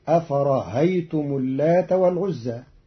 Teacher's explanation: قرأ قالون كلمة أفرأيتم بتسهيل الهمزة الثانية بين بين، فتصير أفرهيتم اللات والعزى في بعض لغات العرب.